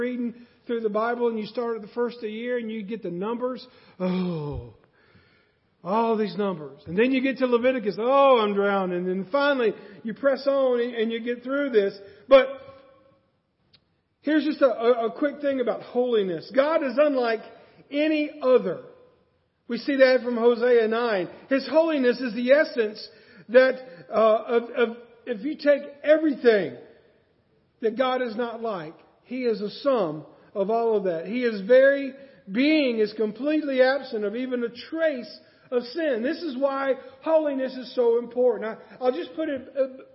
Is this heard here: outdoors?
no